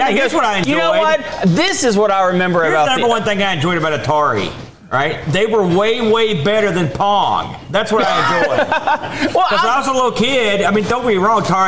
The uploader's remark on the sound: BOATFEST 2023! LIVE ON STAGE!